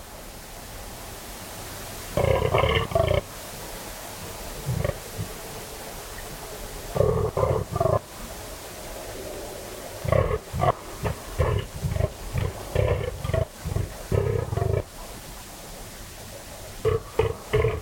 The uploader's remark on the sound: The eerie and dramatic fallow deer rut on a dark Dorset night. A guttural bellow that bursts the quiet and echoes through the combes and hills.